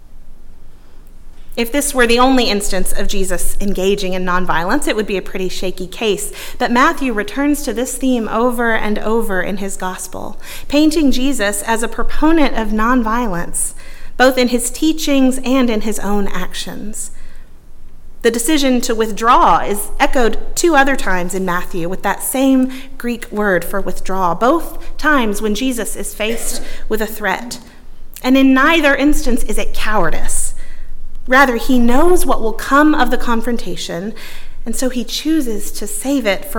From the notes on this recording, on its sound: at Northminster Church on January 26, 2020